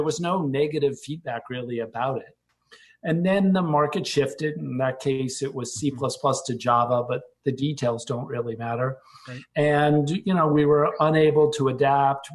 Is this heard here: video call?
yes